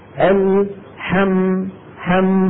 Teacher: الميم حرف من حروف البينية وفيها جريان ضئيل